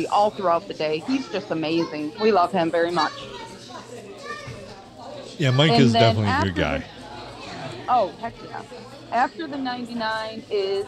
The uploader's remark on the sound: Recorded from our normal table at the Blue, after a little snafu on a Sunday night in the glorious 4-69!